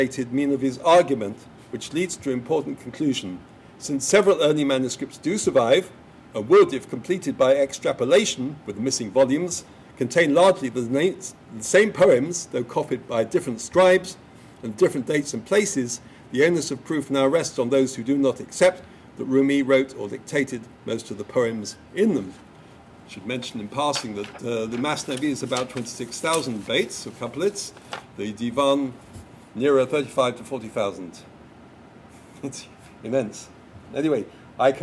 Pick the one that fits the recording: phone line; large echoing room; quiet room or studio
large echoing room